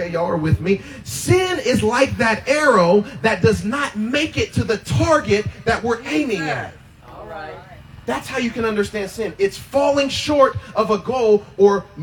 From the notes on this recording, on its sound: Freedom Outside Service